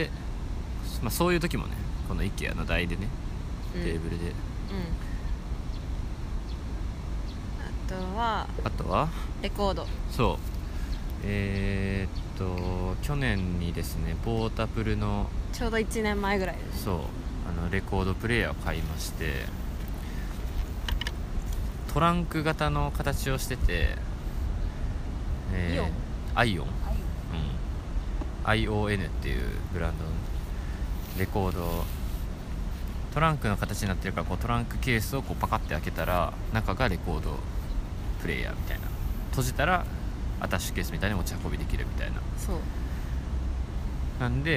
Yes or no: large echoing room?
no